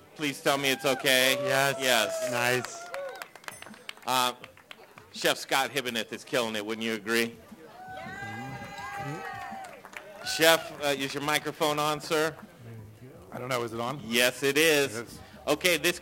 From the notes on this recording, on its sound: Live from Logan Street Denver Restaurant and Bar and Carboy Winery!